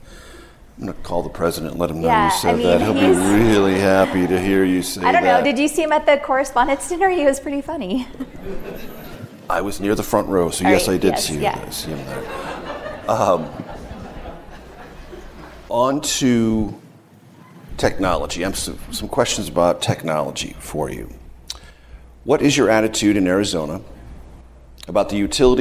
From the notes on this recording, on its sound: This conversation was recorded on May 5, 2023 at the McCain Institute's 10th Annual Sedona Forum in Sedona, Arizona.